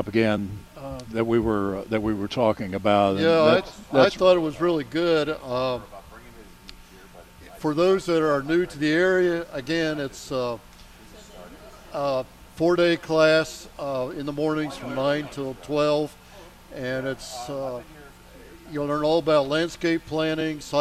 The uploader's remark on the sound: broadcasting live from Hand Picked Nursery